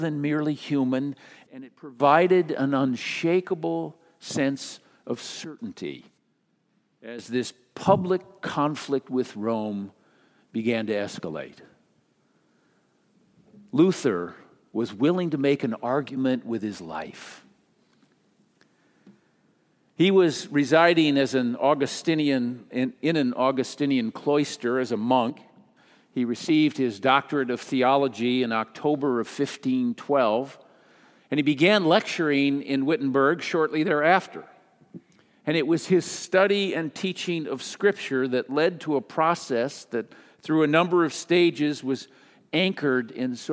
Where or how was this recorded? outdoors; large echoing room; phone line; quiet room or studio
large echoing room